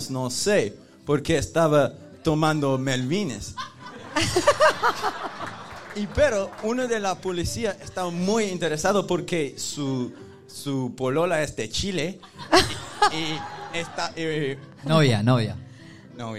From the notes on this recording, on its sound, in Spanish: (SHOW EN VIVO) desde The Barrie - Sydney. Por primera vez hicimos un capitulo completamente en vivo junto a todos ustedes en Sydney.